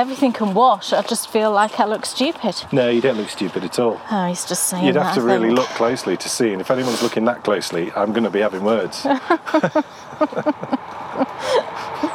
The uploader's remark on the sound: you need your walking boots for this one because its time to get a little muddy as we take a walk in the woods